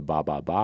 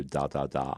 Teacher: either your lips will come together and go ba ba ba, or your tongue will hit the roof of your mouth and go da da da